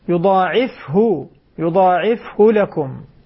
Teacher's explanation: سكن الفاء واقصر الهاء